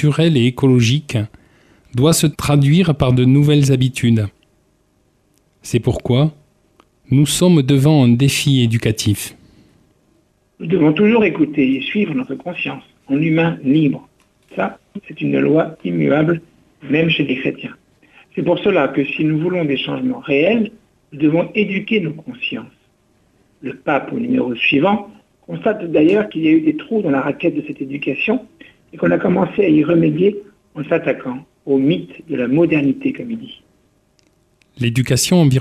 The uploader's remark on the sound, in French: invité par téléphone